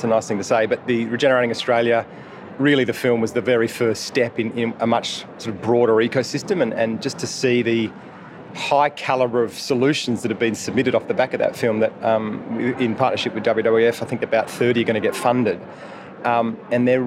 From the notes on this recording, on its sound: Took aside a number of speakers and attendees of the Resource Consulting Services Australia (RCS) in July 2022. The long-awaited 10 yearly conference.